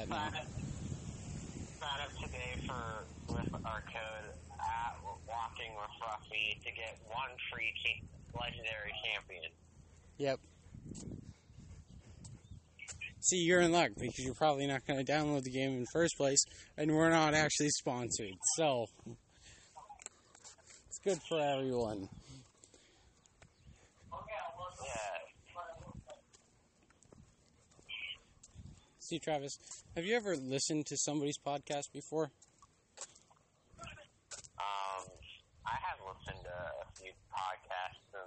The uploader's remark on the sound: Here we walk and talk